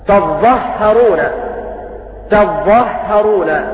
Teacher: قرأوا بتشديد الضاء وتشديد الهاء